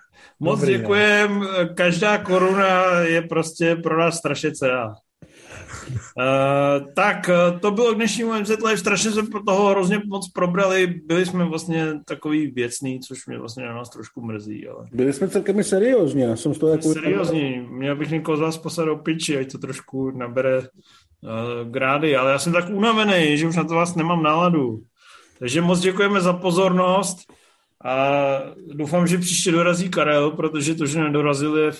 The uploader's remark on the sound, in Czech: Jsme zpátky na Zoomu.